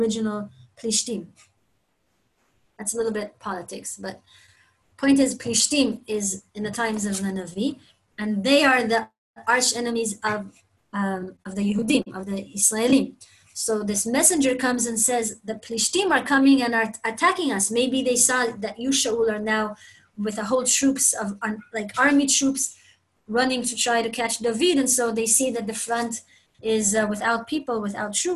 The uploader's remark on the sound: Zoom Class.